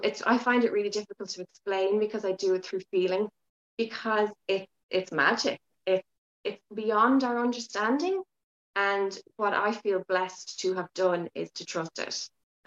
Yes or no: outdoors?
no